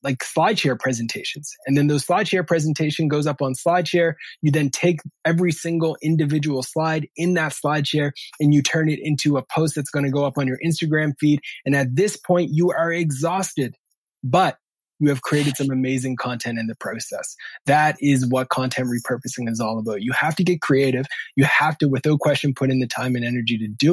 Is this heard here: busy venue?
no